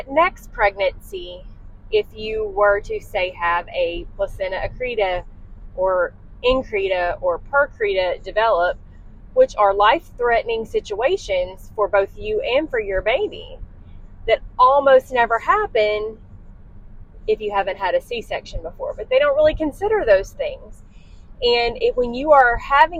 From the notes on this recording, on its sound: DISCLAIMER -- The audio on this episode is less than desirable! I was driving home and was too excited to wait to record so i did it while in the car. Please forgive the bad audio and road noise. This episode was recorded during my drive home so the audio is less than desirable.